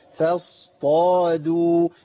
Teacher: يبقى الهمزة عندي مرققة، الفاء عندي مرققة